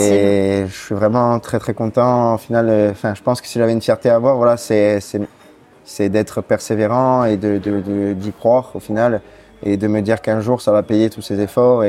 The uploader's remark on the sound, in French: L'interview a été enregistrée le 9 novembre 2023 au Café Janine à Paris (3è).